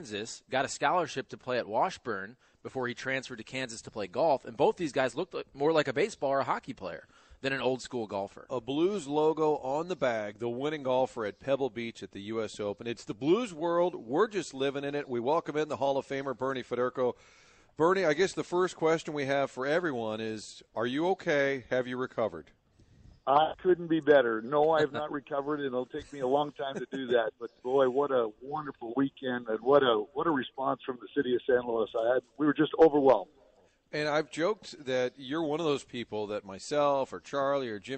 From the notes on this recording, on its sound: broadcasting live from Old Hickory Golf Club